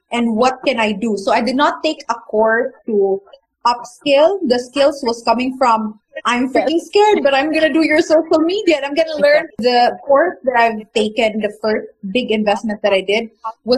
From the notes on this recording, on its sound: The audio of this interview isn't the best